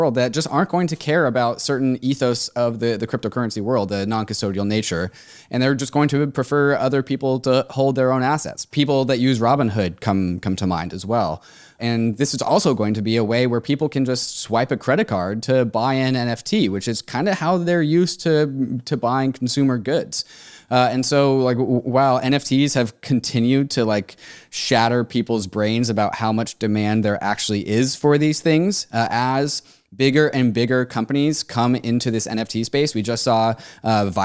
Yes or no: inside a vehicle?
no